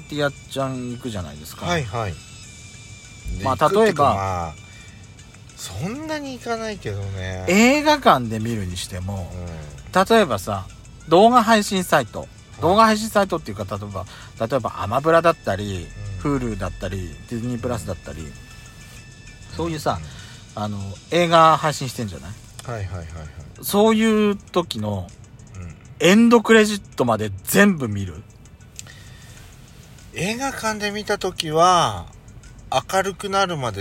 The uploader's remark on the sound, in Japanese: パーキング収録。